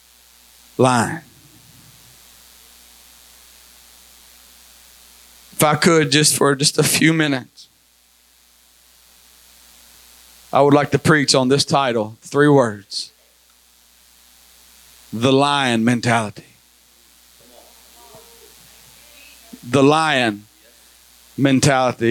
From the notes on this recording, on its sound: Recorded at Life Apostolic Church of Madisonville, KY.